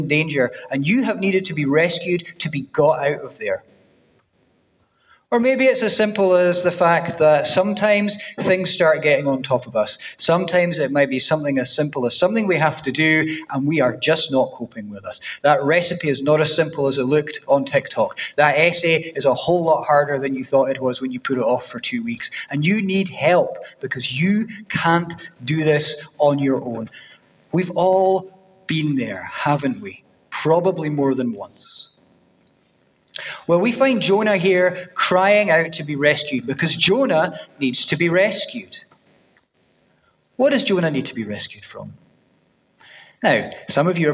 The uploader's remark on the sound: First preached at New City Church, Dunfermline on 17 September 2023